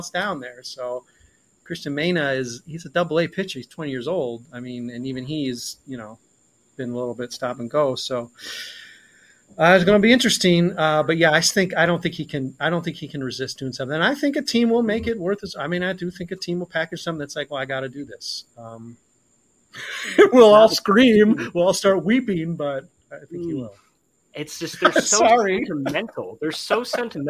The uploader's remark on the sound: weather smoke, technical difficulties and the encroaching sunset